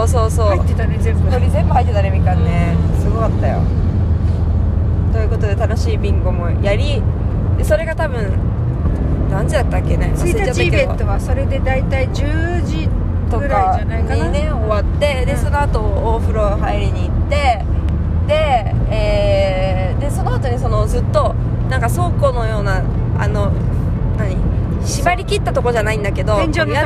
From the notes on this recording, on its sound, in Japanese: 第268回は、4泊5日の弓場農場での日々からそれぞれの家へ帰る途中で収録しました。